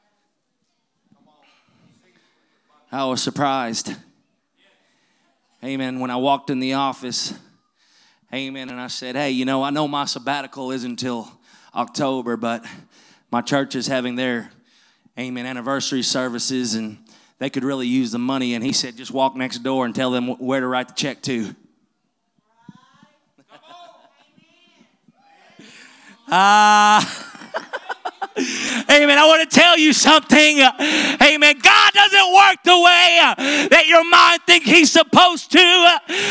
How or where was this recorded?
large echoing room